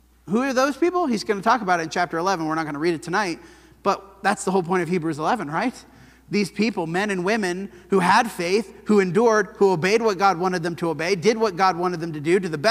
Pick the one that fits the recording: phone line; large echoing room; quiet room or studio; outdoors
large echoing room